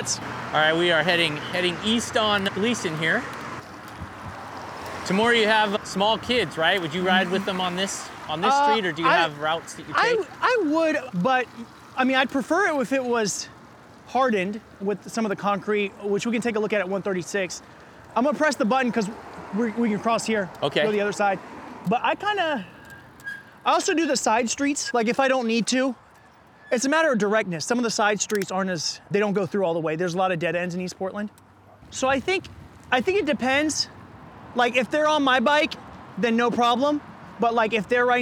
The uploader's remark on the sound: He invited me on a 12-mile bike ride around his district. This episode was recorded almost entirely as we pedaled on a loop from NE 102nd and Glisan to SE Powell and 162nd, then back north to Glendoveer Golf Course.